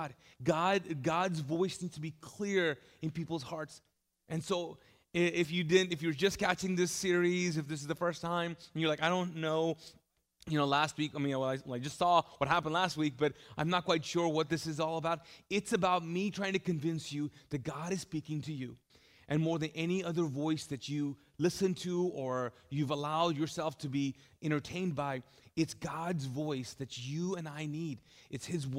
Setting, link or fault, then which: setting, large echoing room